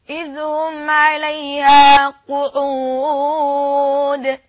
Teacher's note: القاف حرف جهر، القاف حرف شده، فلذلك لا يعني ما ينفعش يطلع في النفس